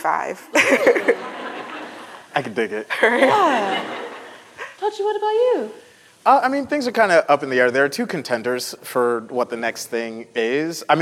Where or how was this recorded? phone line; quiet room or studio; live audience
live audience